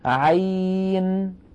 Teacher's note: المجموعة الثالثة يا إخوة فيها حرف واحد وهو حرف عين، وتأملوا كتابته كما ألفظه، عين يعني يتألف من عين مفتوحة بعدها ياء ساكنة بعدها نون ساكنة